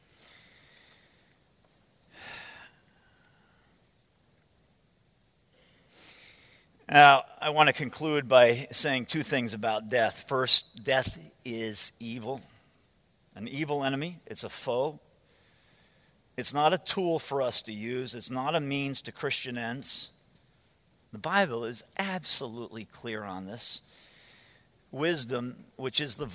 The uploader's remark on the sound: From the 2015 Clearnote Pastors Conference.